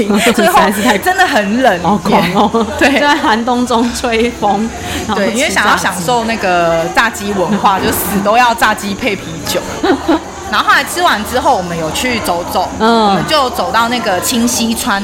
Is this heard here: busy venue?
yes